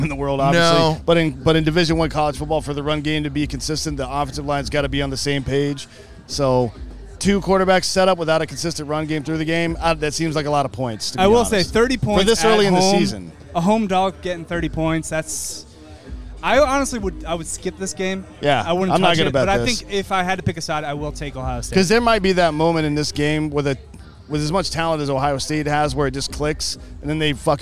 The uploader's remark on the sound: Live From University Of Central Florida